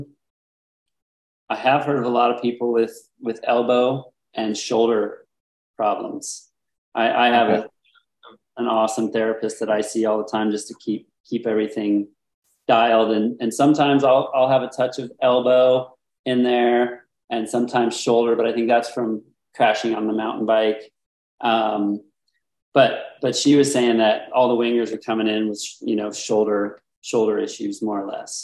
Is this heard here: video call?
yes